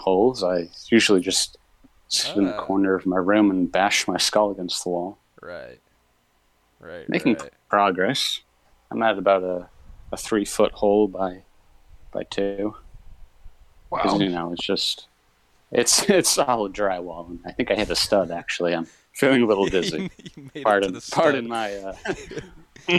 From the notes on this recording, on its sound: audio is messed up cuz this was recorded from a live stream